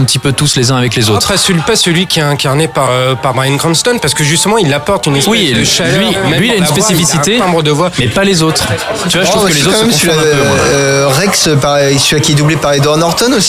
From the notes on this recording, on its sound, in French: Enregistré au Hurling pub (8 Rue Descartes, 75005 Paris), le samedi 14 avril 2018.